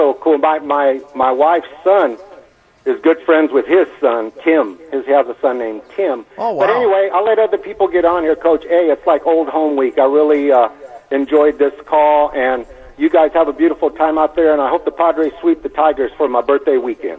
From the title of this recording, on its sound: Live from Del Mar Opening Day